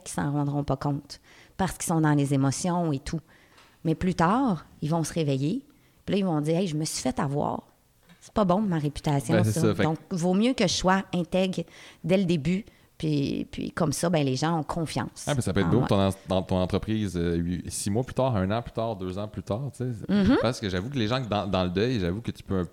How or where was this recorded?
busy venue